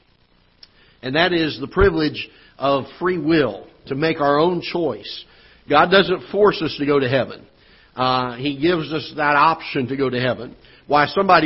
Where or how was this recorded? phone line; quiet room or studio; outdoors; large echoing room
large echoing room